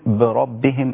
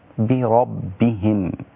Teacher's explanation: أنا عارف أن الباء رقيقة والراء هنا مفخمة قولا واحدا لأنها مفتوحة · Shown in: second take · لما أقول بربهم يبقى أنا فخمت الباء مع الراء، يبقى خدت الكلمة كلها مفخمة. · Term: الباء مرققة